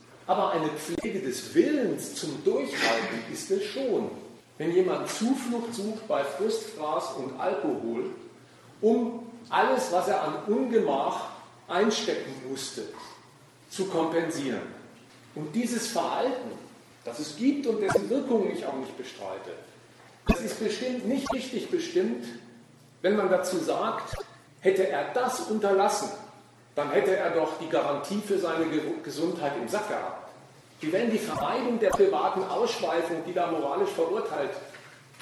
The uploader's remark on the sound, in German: Wir bringen im Folgenden einen Mitschnitt des Vortrags